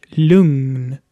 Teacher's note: Vor N wird G wie N gesprochen.